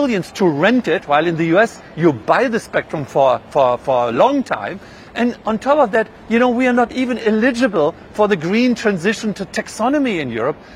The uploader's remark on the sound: We are live at the Mobile World Congress in Barcelona